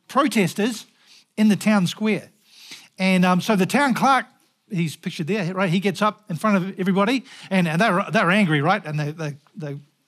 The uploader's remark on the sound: Recorded at the Hukanui Bible Church morning service on Sunday the 18th of June 2023 during the 10:00 am service.